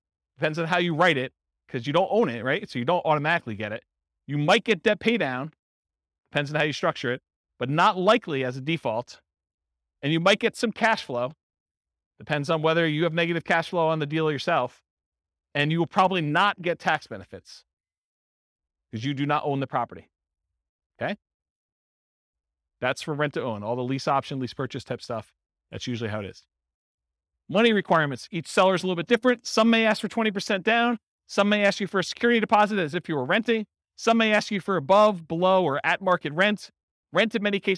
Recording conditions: live audience